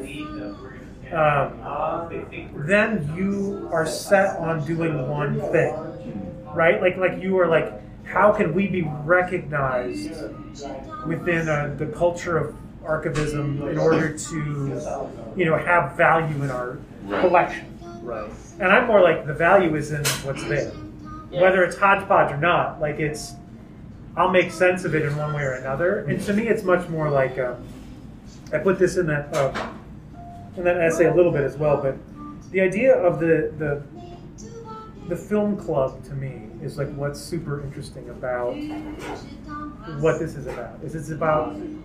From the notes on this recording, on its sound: Listening note: Live audio from the Trylon lobby. Socially distanced. Great conversation, suboptimal audio quality.